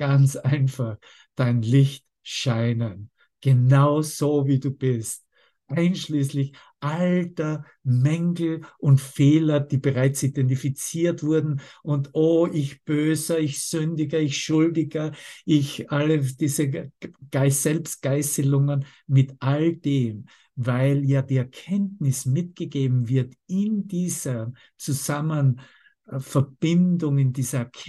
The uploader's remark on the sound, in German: Zoom-Session. Veranstaltet von der Aleph Akademie.